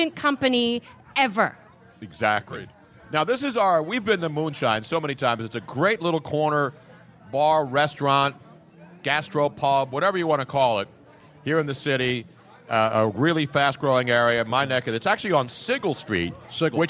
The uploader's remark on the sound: LIVE from the 1yr anniversary of Moonshine Restaurant in SPhilly. His Soundboard gets "christened" by a Pigeon.